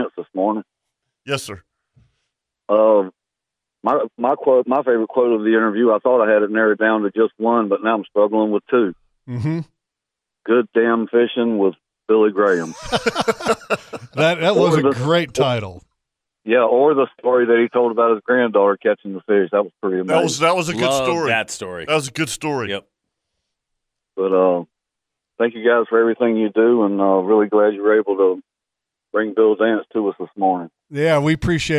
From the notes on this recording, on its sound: He did call in, though, and shared some cool stories about what he was seeing in the Keystone State.